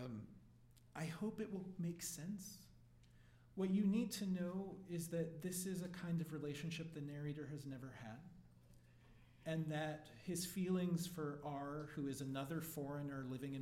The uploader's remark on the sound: at 2019 Writers' Block Festival